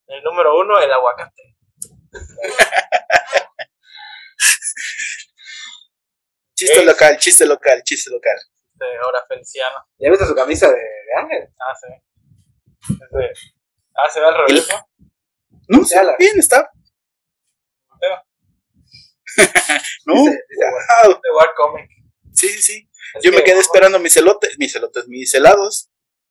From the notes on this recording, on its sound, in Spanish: Con problemas de audio pero seguimos